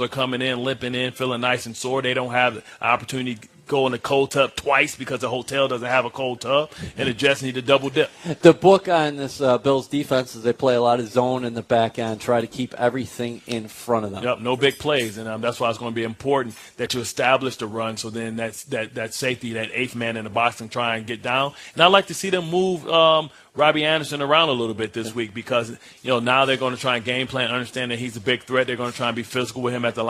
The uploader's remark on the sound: On the set at Vanderbilt's Sports & Spirits inside the Wyndham Hamilton Park.